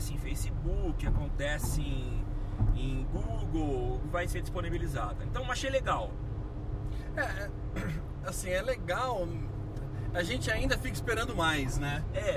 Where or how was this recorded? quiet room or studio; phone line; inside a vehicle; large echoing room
inside a vehicle